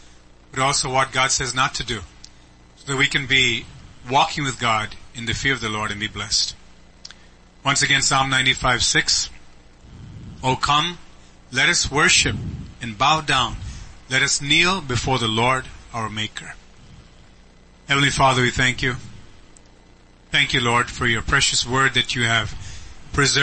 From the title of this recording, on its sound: ELBIM Church Sunday Livestream